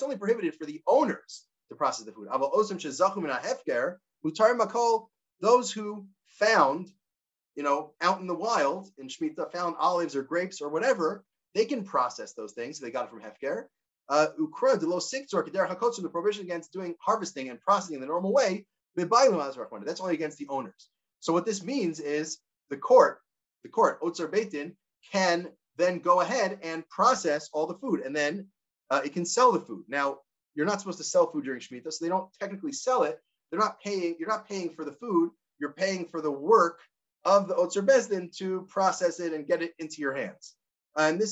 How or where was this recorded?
video call